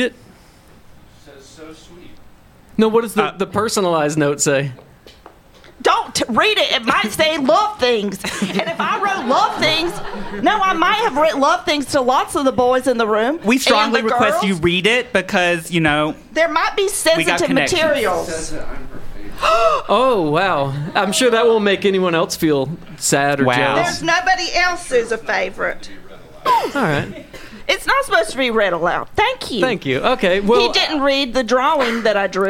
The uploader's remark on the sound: The stars came out for the first ever Welcome to Colonel live show!